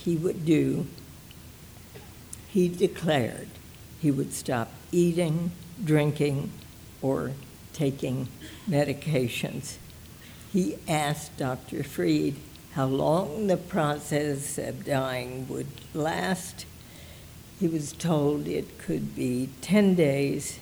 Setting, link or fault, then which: setting, live audience